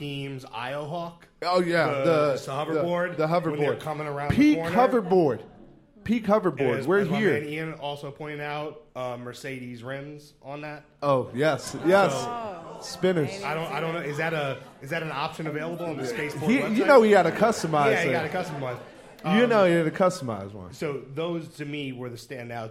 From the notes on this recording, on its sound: Watching the show at our live viewing party in The Greene Space. A scene from the live taping of Empire Afterparty from WNYC.